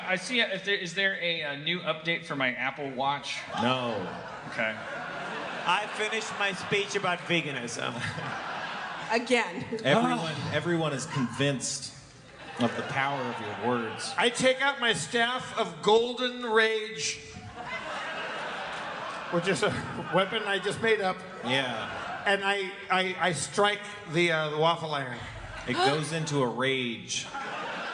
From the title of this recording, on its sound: Live At JFL Toronto 2016